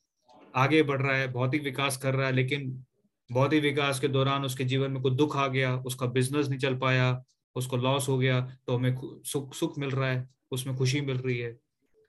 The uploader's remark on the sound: Zoom recorded class